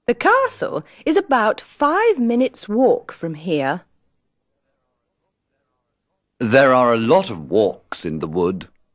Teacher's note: pay attention to the pronunciation of walk and walking. Don't pronounce the L.